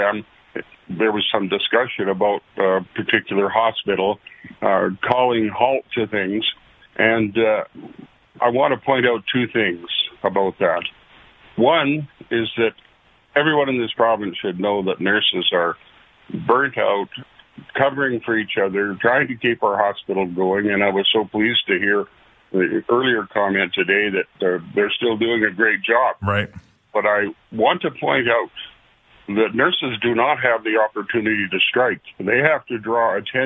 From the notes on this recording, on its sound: Every Friday we open the phone lines